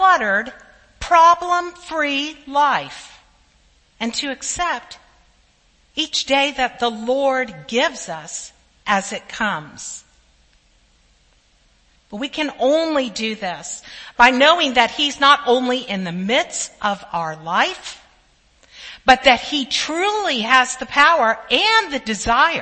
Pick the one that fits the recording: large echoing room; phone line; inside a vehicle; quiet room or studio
large echoing room